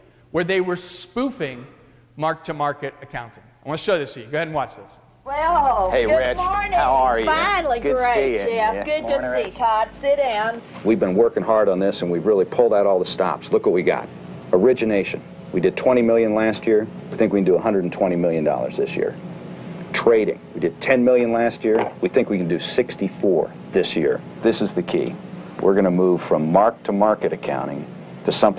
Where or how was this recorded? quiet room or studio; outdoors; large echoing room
large echoing room